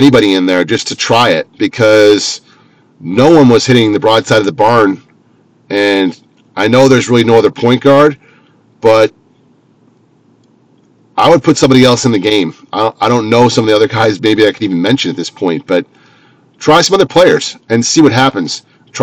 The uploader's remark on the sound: Driving Edition